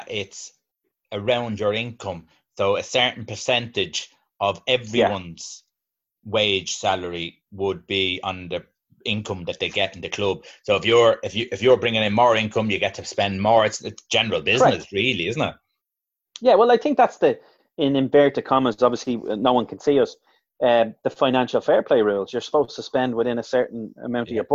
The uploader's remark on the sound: Zoom Show